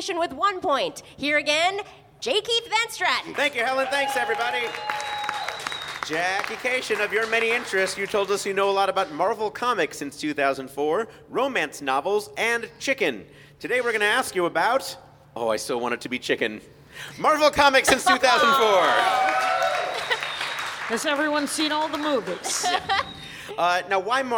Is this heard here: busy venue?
yes